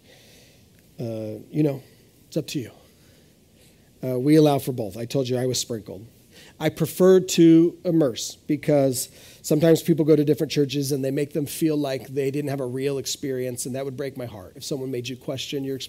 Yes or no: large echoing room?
yes